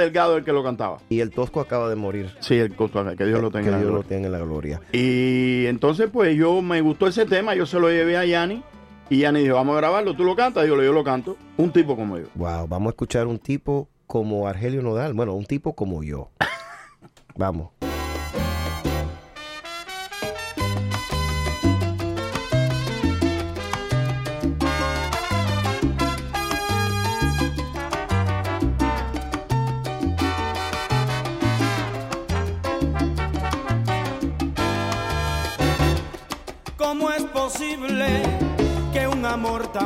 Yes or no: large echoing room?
no